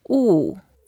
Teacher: it's a fourth tone, so we have to go down, and the way to pronounce it, a bit like W-U, 物, and then fourth tone, 物.